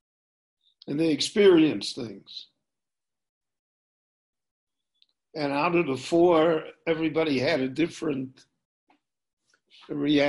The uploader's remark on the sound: recorded LIVE via Zoom in Jerusalem on August 2, 2020